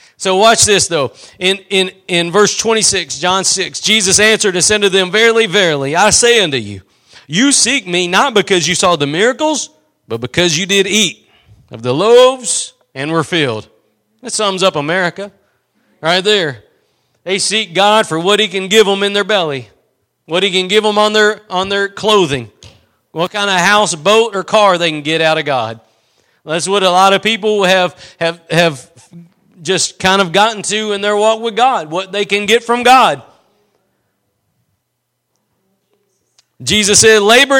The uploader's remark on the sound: Preached at Gospel Lighthouse in Bossier City, La.